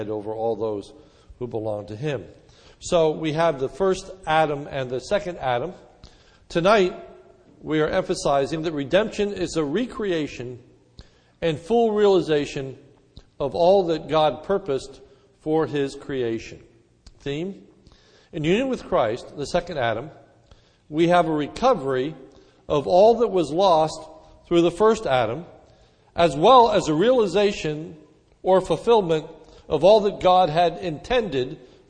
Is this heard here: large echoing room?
yes